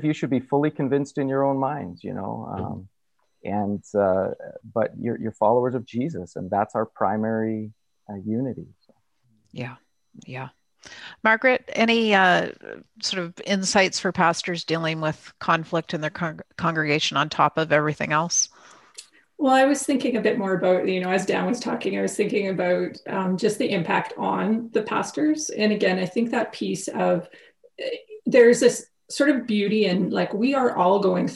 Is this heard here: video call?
yes